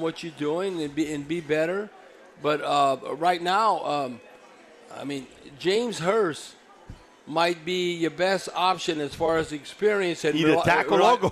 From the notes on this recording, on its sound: LIVE from the Silver Slipper Casino